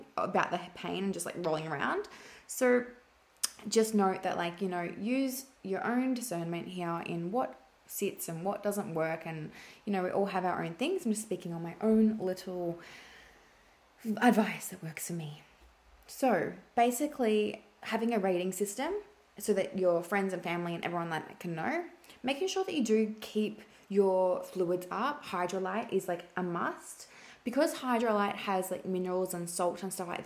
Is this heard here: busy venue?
no